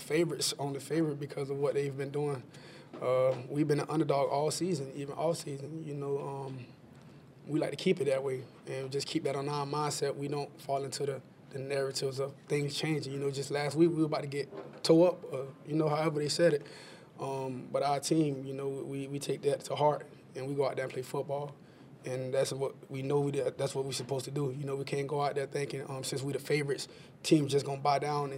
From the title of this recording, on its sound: Postgame Press Conferences